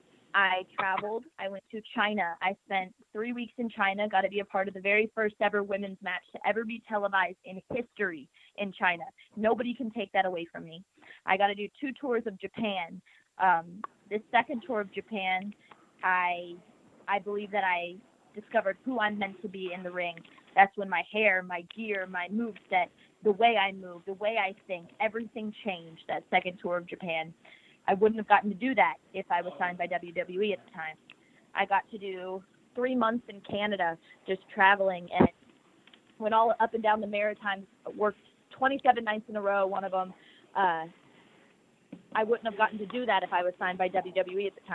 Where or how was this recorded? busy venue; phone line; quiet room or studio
phone line